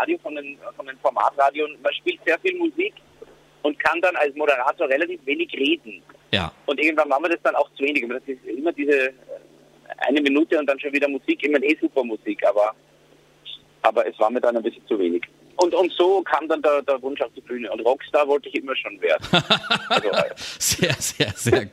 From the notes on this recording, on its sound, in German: im Live-Call auf JOKE FM